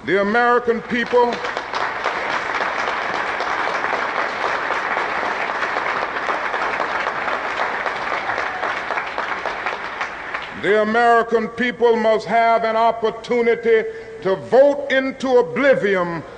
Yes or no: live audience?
yes